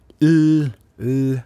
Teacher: Og hvis du sier l, l, så høres det ut som det er ganske uhindra, men da er midtlinja stengt